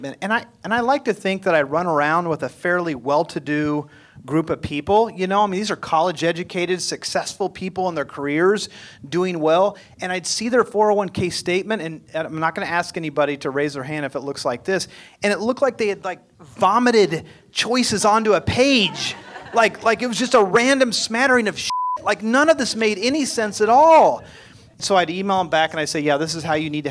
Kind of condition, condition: setting, live audience